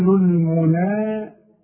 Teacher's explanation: هنمد مد طبيعي بمقدار حركتين، والحركه بمقدار قبض الاصبع او بسطه.